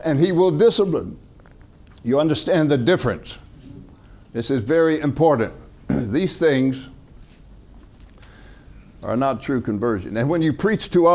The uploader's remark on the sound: From the HeartCry Asia Conference 2023